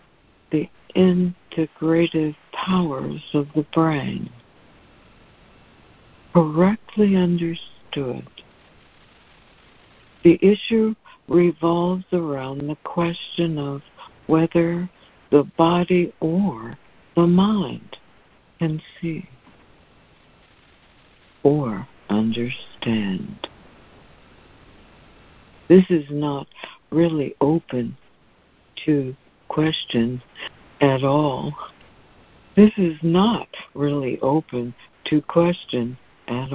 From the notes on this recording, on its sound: ACIM Daily Conference Call.